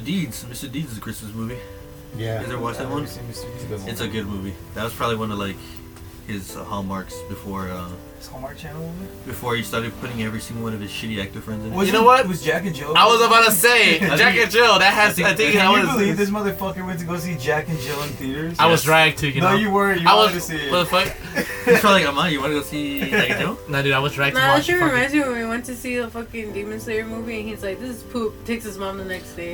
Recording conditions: background noise